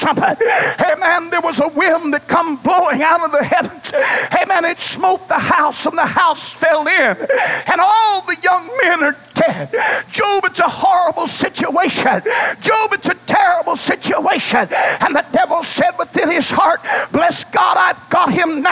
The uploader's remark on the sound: Preached at Mississippi District Campmeeting, July 22, 2003. Surviving The Second Wave was preached at Mississippi District Campmeeting.